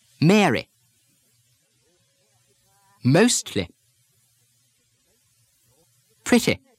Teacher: But when words end in this sound, especially when the spelling ends with the letter Y or the letters LY, Americans usually keep the full E sound, Mary, while the English soften it almost to an I, I sound.